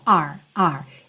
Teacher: De novo a gente vê essa palavra our, que é o nosso, sem todo esse desenho, our, our. É muito comum que essa palavra venha dita de forma muito rápida. E aí ela tem praticamente o som da letra R só.